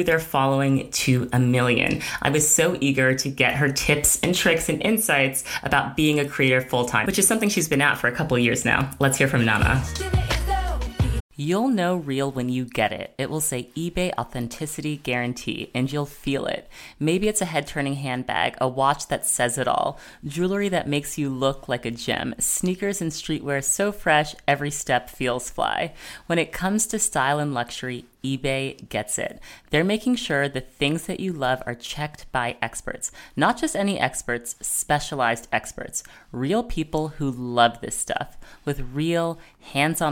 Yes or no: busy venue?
no